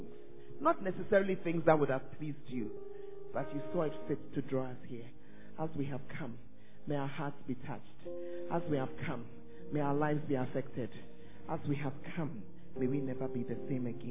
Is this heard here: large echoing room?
yes